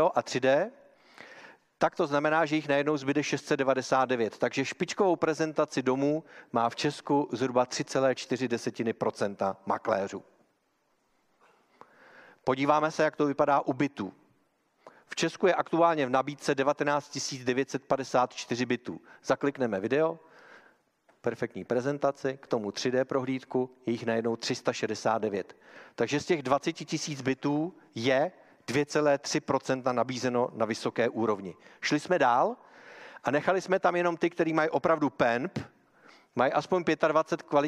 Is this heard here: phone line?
no